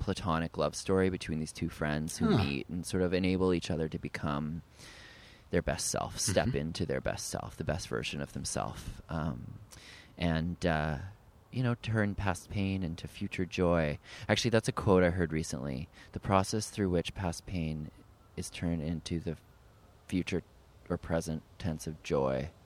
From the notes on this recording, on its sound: in Prospect Park